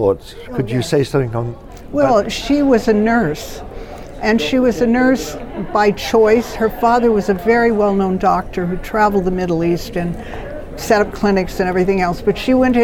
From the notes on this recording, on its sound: Hosted in partnership with the Religious Freedom Institute ( ), the IRF Summit Authors' Corner took place at the IRF Summit 2022 ( ) in Washington, D.C.